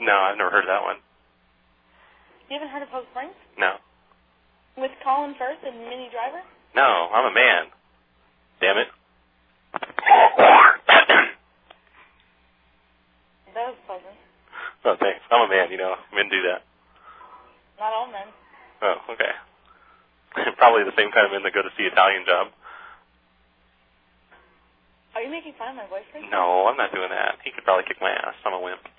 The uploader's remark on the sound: Prank Phone Calls Collection. Theater rotary dial phones.